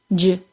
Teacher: see if you can tell how the sound starts like a stop and ends like a fricative. Also, notice that the CH sound is unvoiced and the J sound is voiced. · Term: Affricates